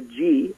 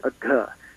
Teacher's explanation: in Hindi, there's a G sound, a G, and then there's an aspirated G, a G